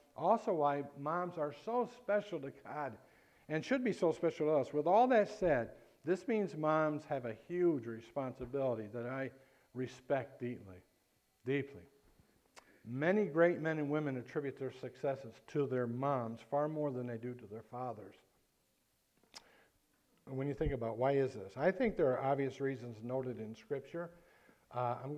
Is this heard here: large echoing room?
yes